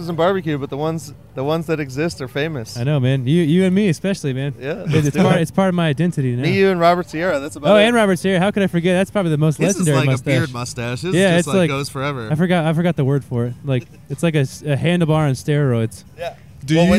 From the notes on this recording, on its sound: I’ve got a long list of people that I got to speak with while I was walking around.